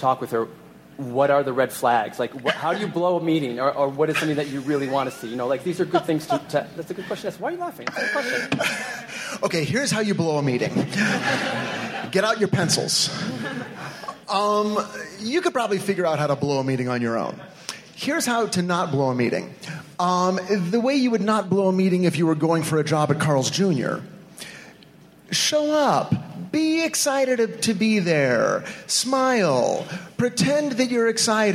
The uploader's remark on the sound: Recorded at WonderCon in Los Angeles on March 26, 2016.